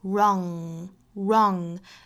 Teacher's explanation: to be. If you're not prepared to be wrong, wrong 这个词后面呢也是 ng 的字母组合，我们发成后鼻音 wrong。声音是口腔后面出来的，舌根部和软腭去贴合